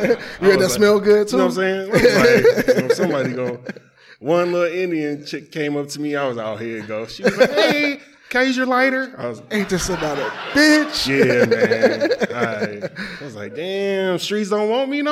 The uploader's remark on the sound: With A Live Audience